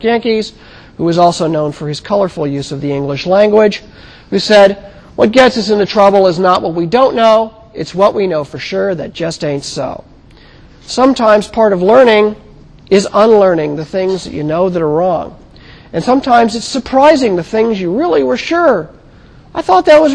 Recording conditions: large echoing room